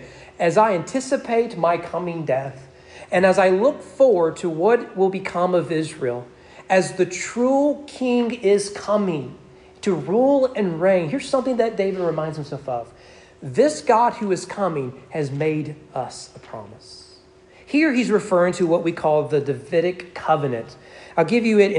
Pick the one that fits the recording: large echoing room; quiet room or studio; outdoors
large echoing room